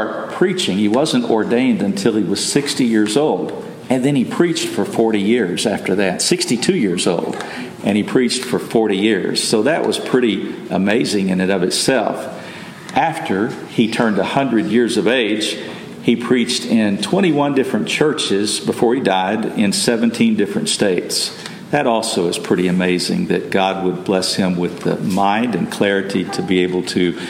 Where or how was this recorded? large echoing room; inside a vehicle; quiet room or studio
large echoing room